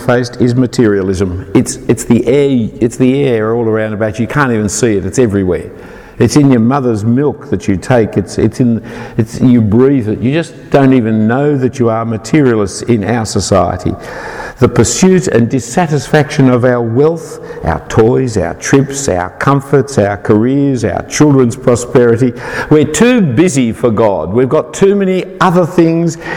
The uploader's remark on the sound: An individual talk given at All Saints Belfast in 2018